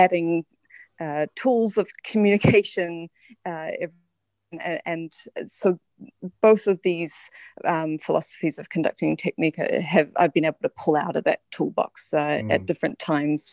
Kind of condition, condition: link, video call